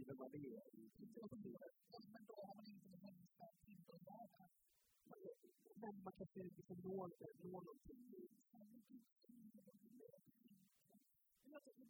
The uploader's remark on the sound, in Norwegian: live fra Trevarefest!